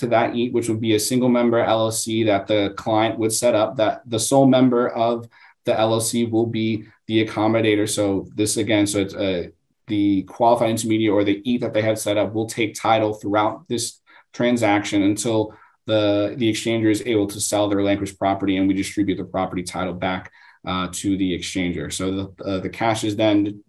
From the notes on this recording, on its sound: This podcast includes an audio version of the webinar